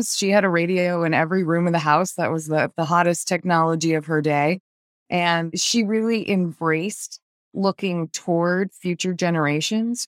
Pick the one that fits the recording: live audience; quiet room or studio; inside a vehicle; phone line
quiet room or studio